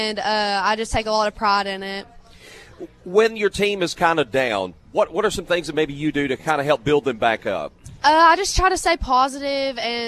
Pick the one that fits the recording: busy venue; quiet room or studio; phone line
busy venue